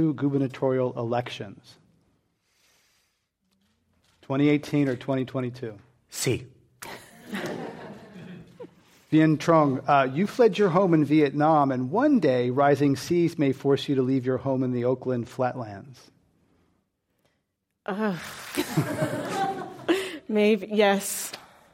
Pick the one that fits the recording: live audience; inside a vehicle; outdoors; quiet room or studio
live audience